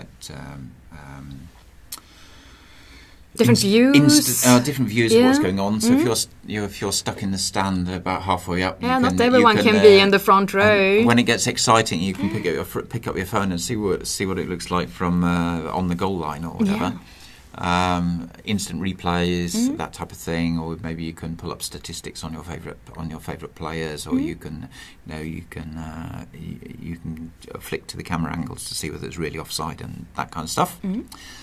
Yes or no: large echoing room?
no